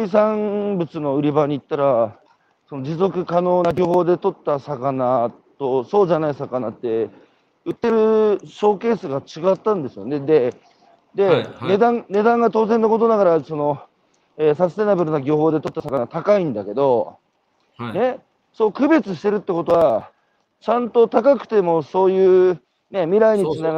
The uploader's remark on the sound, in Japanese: 歩きながら1時間、対談する